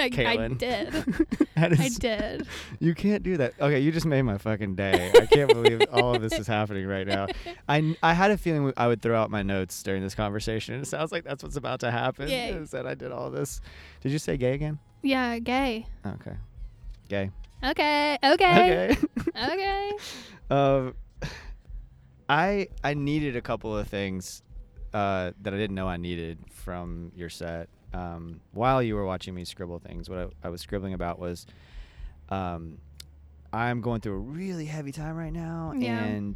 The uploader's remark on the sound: in her car backstage after her set at the wonderful Orange Blossom Revue Festival in Lake Wales, FL